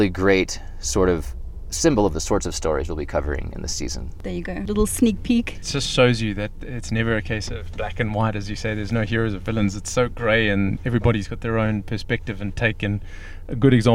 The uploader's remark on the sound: On the Lions Lair Spur Trail Head in Boulder Colorado with the intention of interviewing him out in nature but it was so windy that we ended up having a sauna-like and somewhat noisy interview in the car!